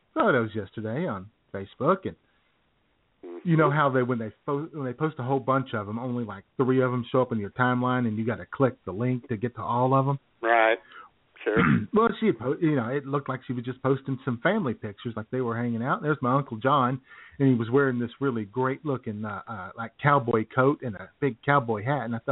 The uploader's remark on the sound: YOUR phone calls